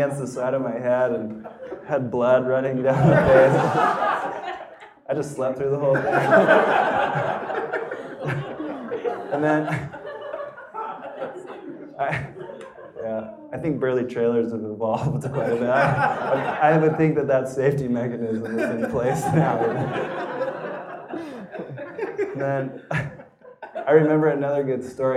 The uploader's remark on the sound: Live from 5Point in April at the 5Point Film Festival. Our second installment from the third annual Live from 5Point in April at the 5Point Film Festival.